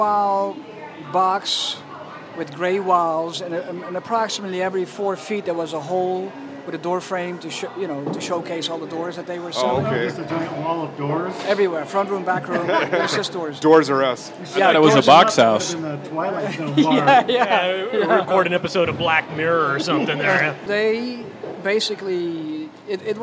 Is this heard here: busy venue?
yes